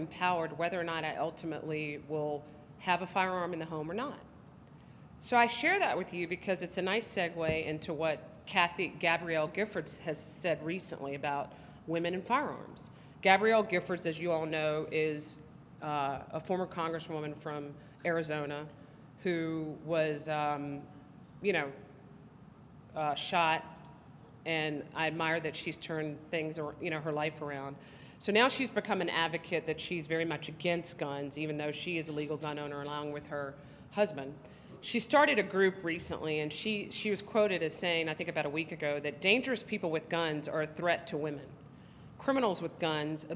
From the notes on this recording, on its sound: Her presentation, which was joined in progress, was recorded at the Institute's Texas Women's Summit in Fort Worth on October 23, 2015.